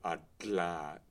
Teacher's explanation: I think that I have a tendency to do it more like lateral plosion, adla, to really emphasize it.